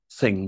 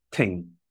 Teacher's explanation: So for instance, one thing that happened quite a lot was, which we also find in London, is that the th sound, the th sound, is often pronounced as a t. · Shown in: second take · So for example, thing comes out as ting, okay?